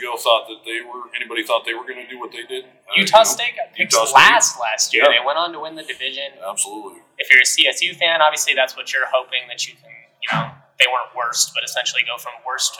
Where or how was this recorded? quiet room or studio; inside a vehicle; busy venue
busy venue